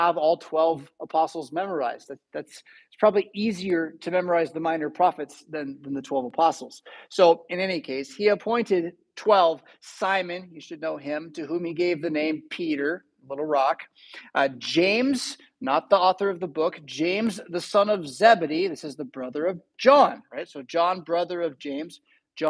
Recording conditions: large echoing room